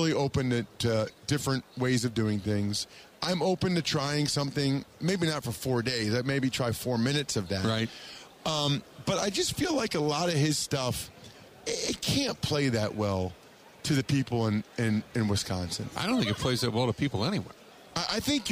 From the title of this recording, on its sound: Live From Super Bowl Radio Row